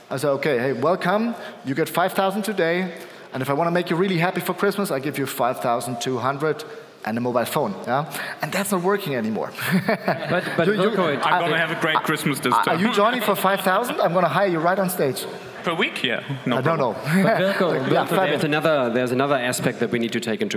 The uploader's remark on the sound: our main stage recording, powered by Duetto